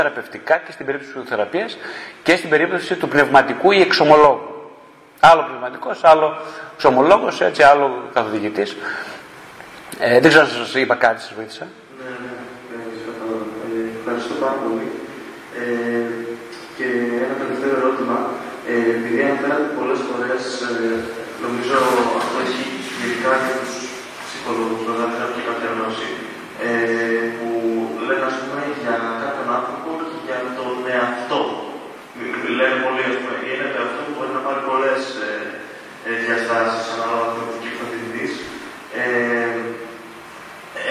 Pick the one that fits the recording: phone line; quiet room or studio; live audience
live audience